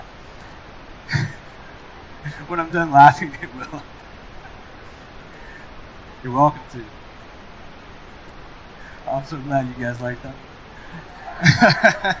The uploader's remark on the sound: We are experiencing technical difficulties.